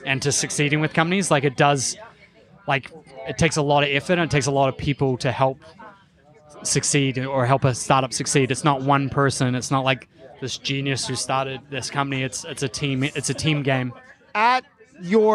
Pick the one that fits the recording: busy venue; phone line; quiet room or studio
busy venue